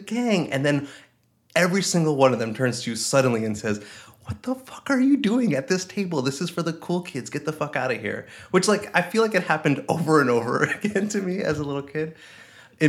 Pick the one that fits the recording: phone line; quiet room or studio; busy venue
quiet room or studio